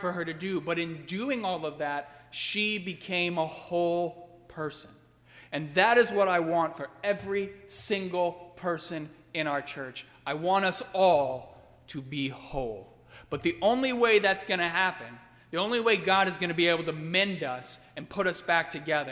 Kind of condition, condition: setting, large echoing room